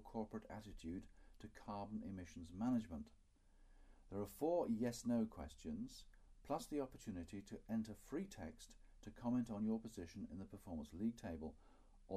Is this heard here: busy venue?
no